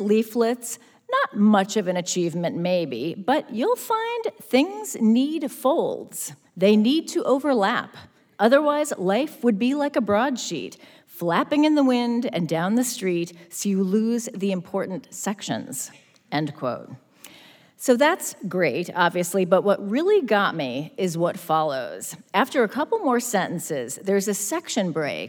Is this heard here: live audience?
yes